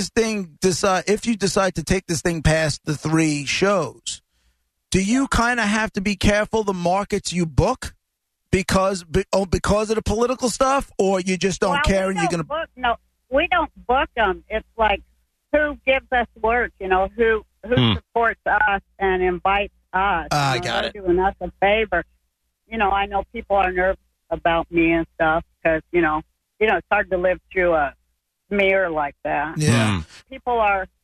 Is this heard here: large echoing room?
no